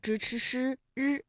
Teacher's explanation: 由舌尖向上翘起和硬腭的前部相接触，气流受到阻碍形成的一种辅音 · Term: 翘舌音